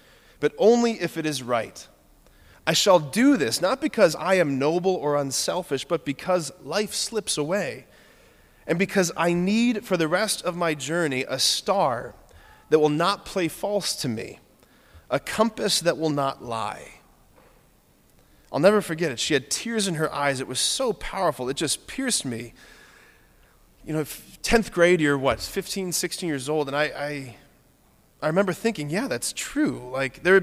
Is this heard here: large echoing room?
yes